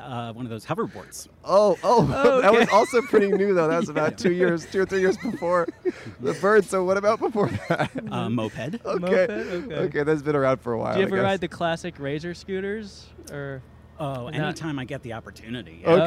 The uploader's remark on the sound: Recorded on Brand Blvd in Glendale, California.